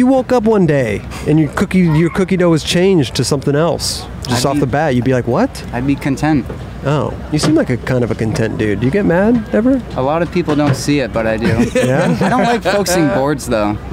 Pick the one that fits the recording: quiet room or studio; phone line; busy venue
busy venue